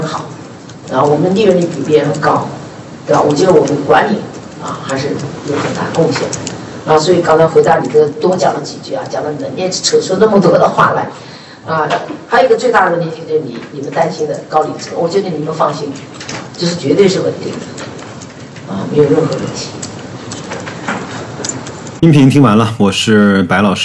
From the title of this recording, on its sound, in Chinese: 格力电器2021 股东大会实况录音